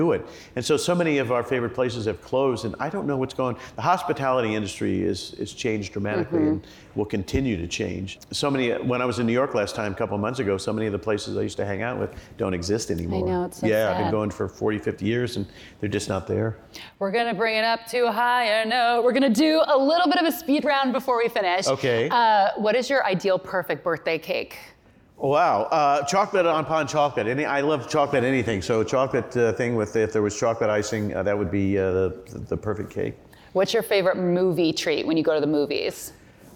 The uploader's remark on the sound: During a live taping at the Crosscut Ideas Festival in May.